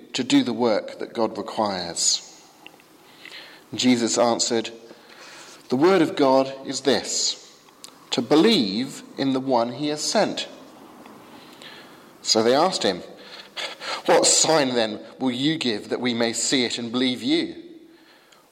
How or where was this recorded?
large echoing room